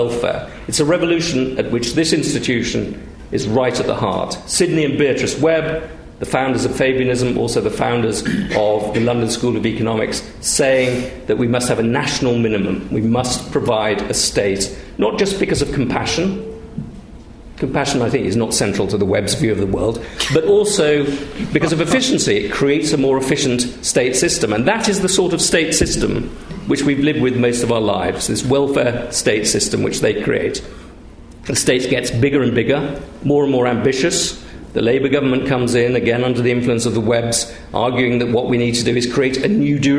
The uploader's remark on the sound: Recorded on 10 November 2014 in Sheikh Zayed Theatre, New Academic Building.